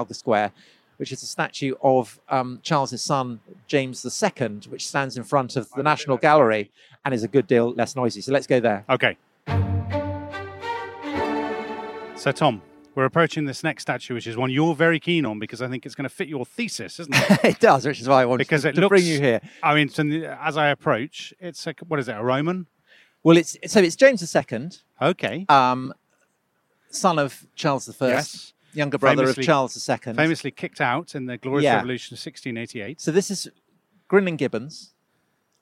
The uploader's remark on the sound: Take a walking tour of central London to examine the statues of Trafalgar Square and explore the stories behind them.